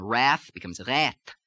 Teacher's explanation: if the THs come at the ends of words, like in wrath, becomes rat